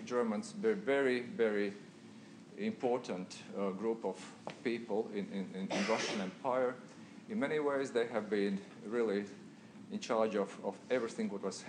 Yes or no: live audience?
yes